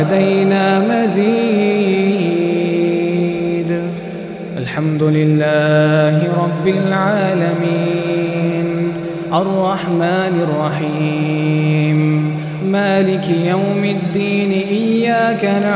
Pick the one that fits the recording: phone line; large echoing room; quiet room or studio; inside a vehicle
large echoing room